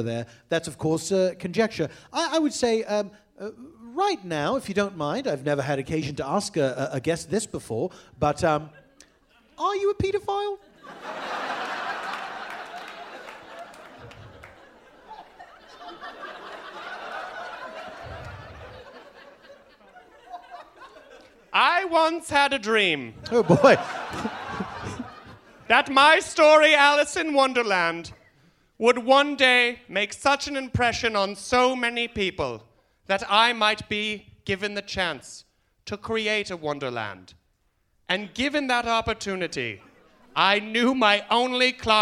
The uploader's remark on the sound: Recorded Live at The Bumbershoot Festival in Seattle, WA.